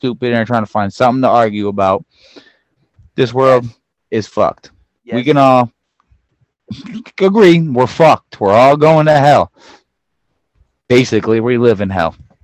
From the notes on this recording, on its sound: Sorry about the audio, we had some technicality difficulties